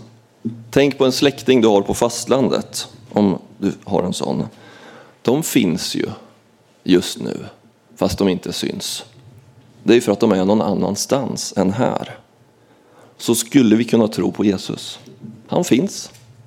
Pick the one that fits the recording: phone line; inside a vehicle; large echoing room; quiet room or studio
large echoing room